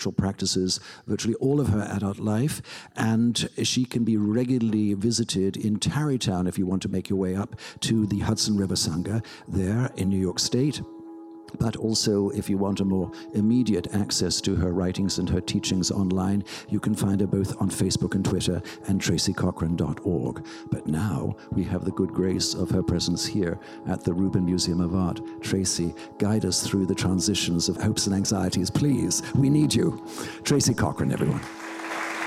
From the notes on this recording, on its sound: The Rubin Museum of Art presents a weekly meditation session led by a prominent meditation teacher from the New York area. This podcast is recorded in front of a live audience, and includes an opening talk, a 20-minute sitting session, and a closing discussion.